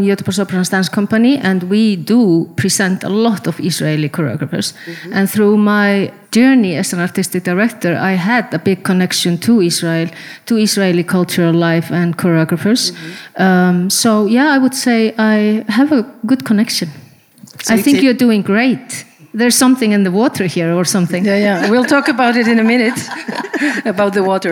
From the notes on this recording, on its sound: DANCE in Israel 2022. Live at Suzanne Dellal Centre.